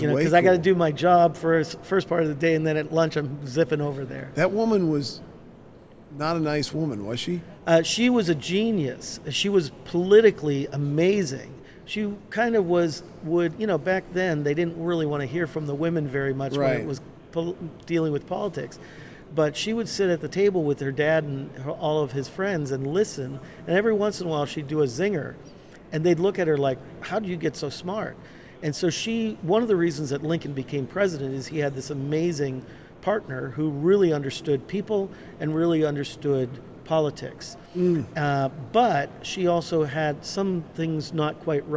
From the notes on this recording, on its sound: LIVE from CPE 2022!